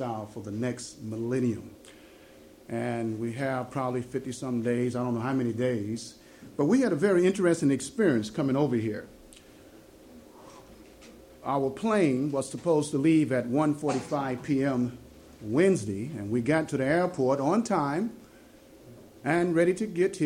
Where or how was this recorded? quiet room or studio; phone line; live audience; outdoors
live audience